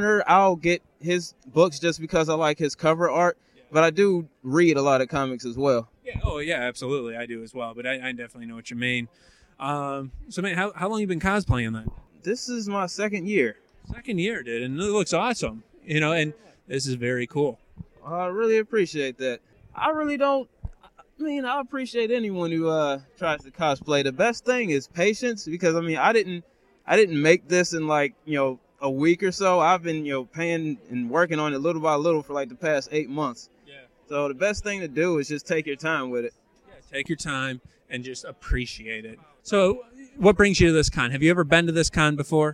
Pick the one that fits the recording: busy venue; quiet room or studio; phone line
busy venue